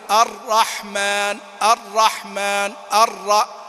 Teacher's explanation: الراء تكرار صفة فيها لازمة، لكن لا تبالغ في ارتعاد اللسان، يعني خليه عند المشدد ارتعادتين وعند المخفف ارتعادة واحدة فقط، يعني يطرق اللسان بس بدون ما يزيد · Term: التكرار